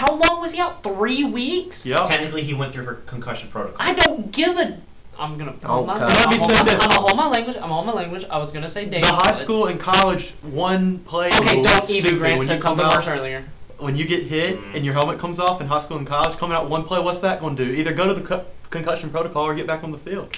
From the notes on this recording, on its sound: AUDIO WARNING.